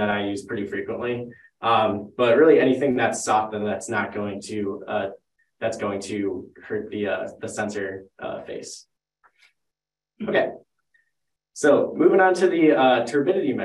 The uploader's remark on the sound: This live educational webinar will be 50 minutes with 10 minutes for Q&A.